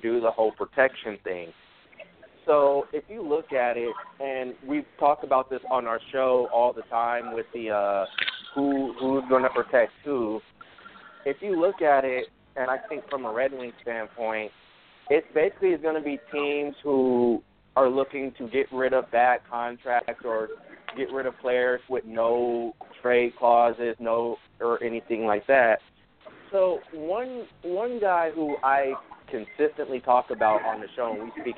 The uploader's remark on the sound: live from the Encore Hotel and Casino in Las Vegas